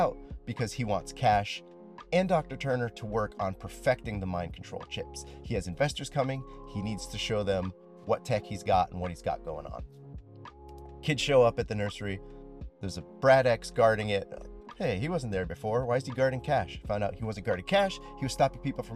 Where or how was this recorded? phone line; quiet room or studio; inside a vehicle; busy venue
inside a vehicle